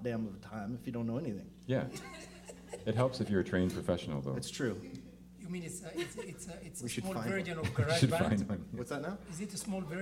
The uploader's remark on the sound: Recorded live, September 12, 2015